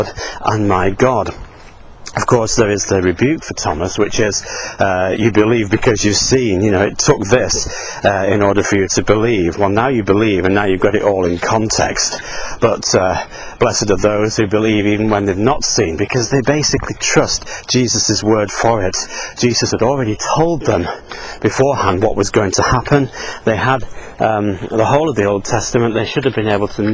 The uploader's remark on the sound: while out walking his dog